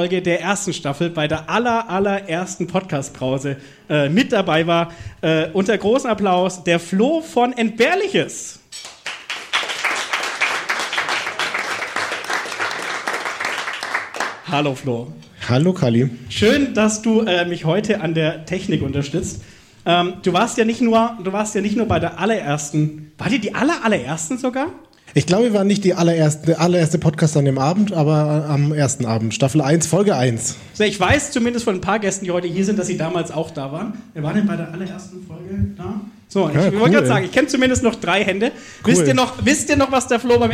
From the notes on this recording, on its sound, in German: live im Afterwork